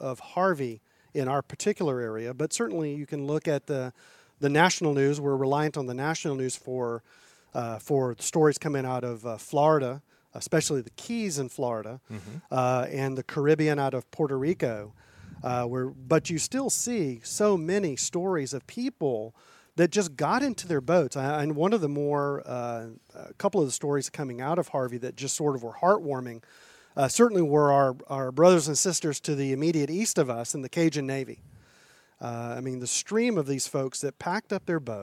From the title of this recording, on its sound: Special LIVE interview at Lobsterfest 2017